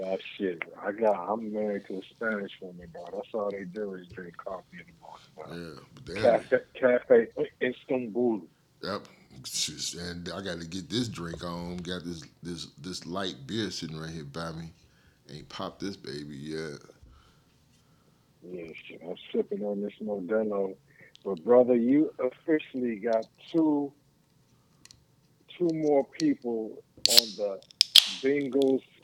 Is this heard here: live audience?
no